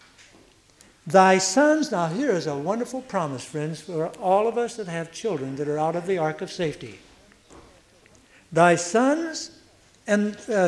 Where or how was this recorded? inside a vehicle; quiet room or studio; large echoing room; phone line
large echoing room